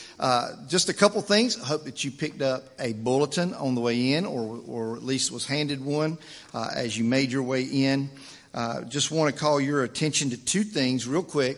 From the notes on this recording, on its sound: Weekly sermons recorded at the First Baptist Church of Locust, NC